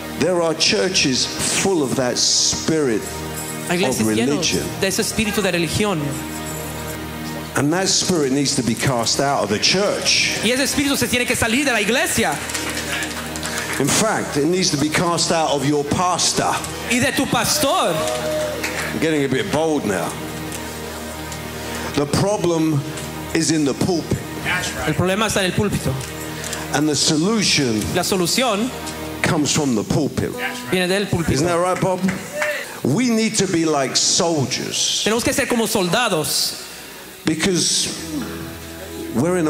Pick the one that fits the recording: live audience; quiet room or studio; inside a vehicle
live audience